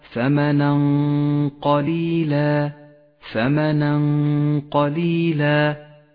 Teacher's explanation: والغنة هنا مفخمة لأن حرف القاف مفخم · Term: حكم الإخفاء